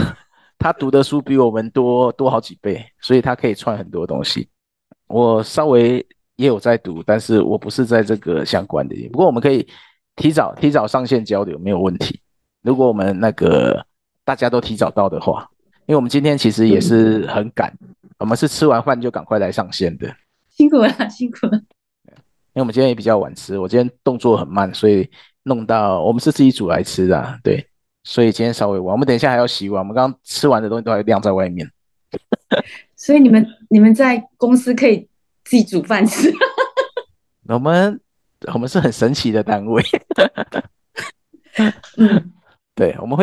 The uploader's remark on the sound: Zoom